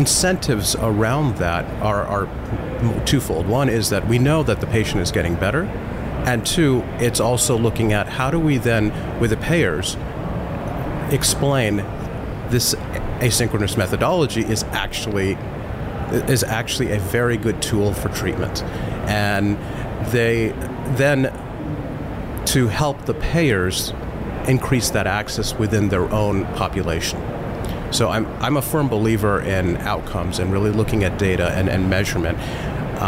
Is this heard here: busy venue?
yes